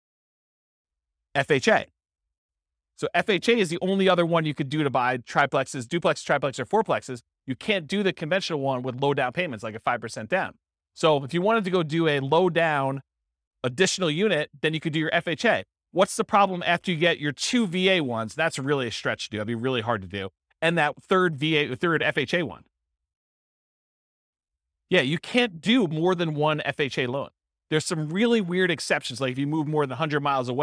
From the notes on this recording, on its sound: This was a live class recorded